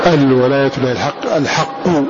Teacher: أبو عمرو والكسائي هذا اللفظ: الولاية لله الحق، الحق بضم القاف. وقرأ غيرهما بكسرها الحق.